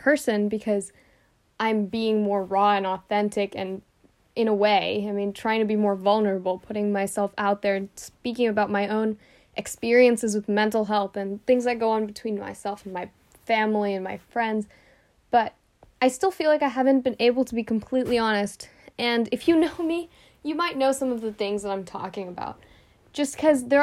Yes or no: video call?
no